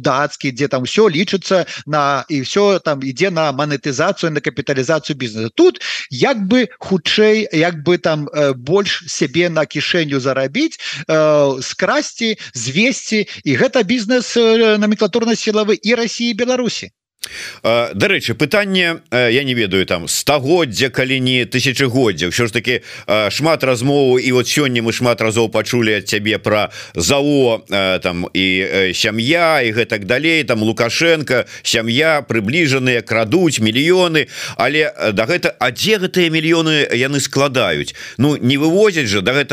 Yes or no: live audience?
no